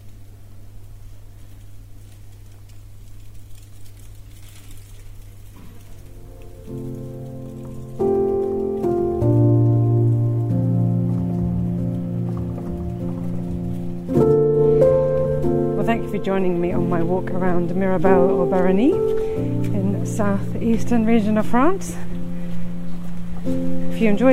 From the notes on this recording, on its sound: This podcast is recorded in 3D sound! Join her out and about as she captures those small, magical moments of everyday life, in sound.